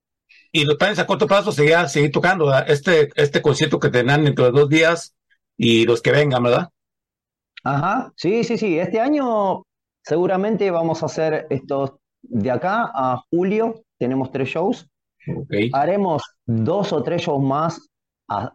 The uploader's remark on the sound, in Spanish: Charlamos via zoom